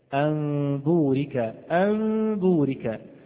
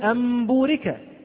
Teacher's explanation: أنا لا أضم الشفتين ضما كاملا، ولكن هناك انفراجة خفيفة، انفراجة خفيفة بين الشفتين · Shown in: first take · Term: الإخفاء